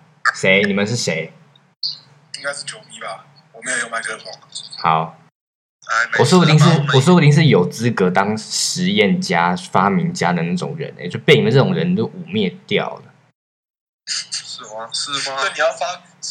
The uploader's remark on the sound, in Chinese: 這次跟三位好友一起直播。音質我盡力了非常之抱歉。